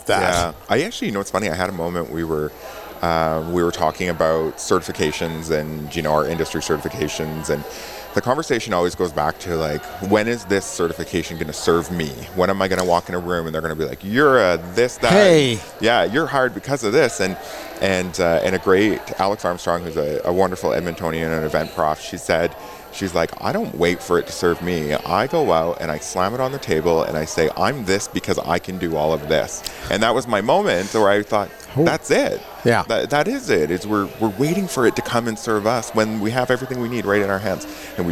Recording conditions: busy venue